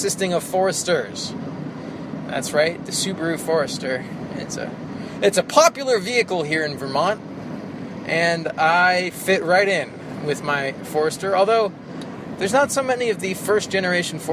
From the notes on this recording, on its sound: From the Northeast Kingdom, a solo rambler recorded while driving around Vermont.